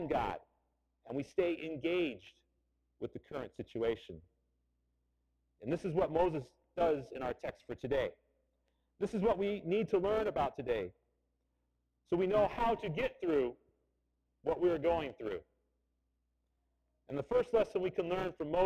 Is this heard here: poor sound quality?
yes